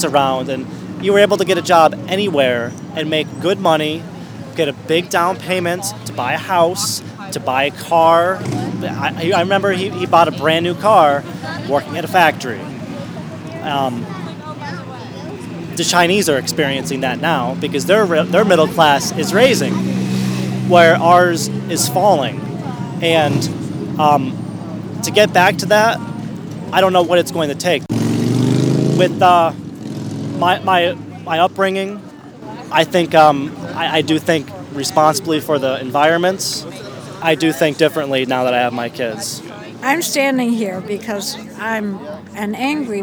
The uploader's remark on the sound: Live from Occupy Wall St. Zuccotti Park.